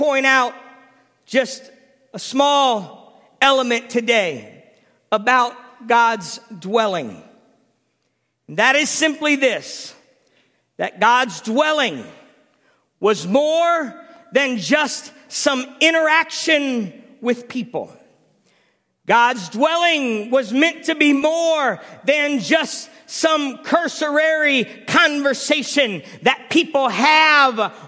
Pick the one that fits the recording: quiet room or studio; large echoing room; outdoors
large echoing room